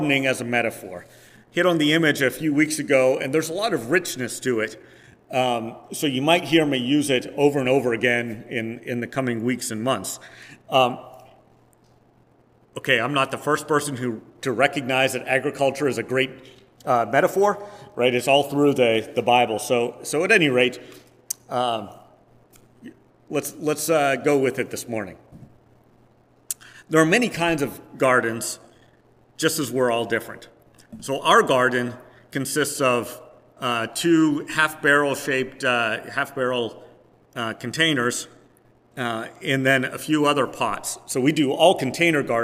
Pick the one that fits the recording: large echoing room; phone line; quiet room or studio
large echoing room